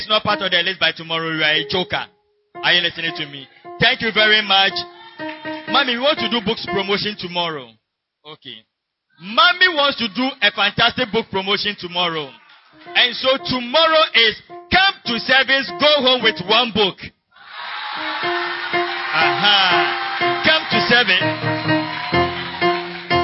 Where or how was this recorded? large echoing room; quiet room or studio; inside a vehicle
large echoing room